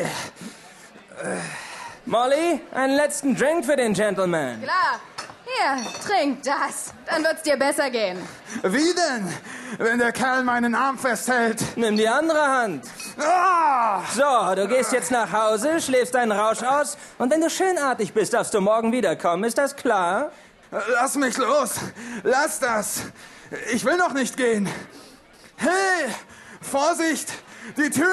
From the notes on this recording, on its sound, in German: Ein Live-Hörspiel, aufgenommen in der Alten-Kantine, Kulturbrauerei Berlin.